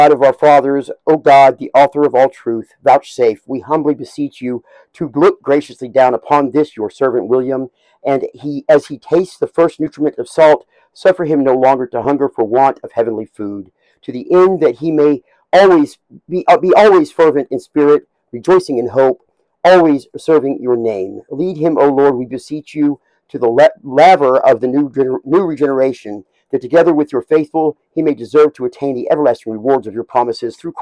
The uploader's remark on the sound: full service recording